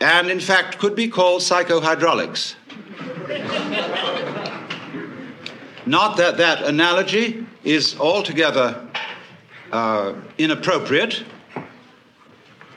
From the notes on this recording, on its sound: Another big-hall presentation. Was recorded in 1971 in New York City at a conference for western therapy and eastern religion. A stream of audience questions.